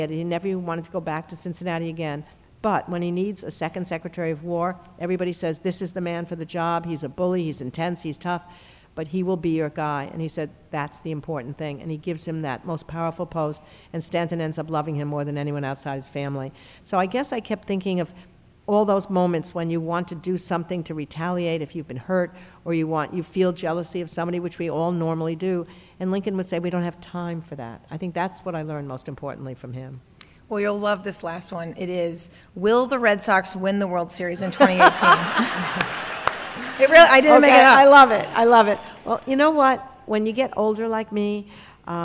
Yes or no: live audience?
yes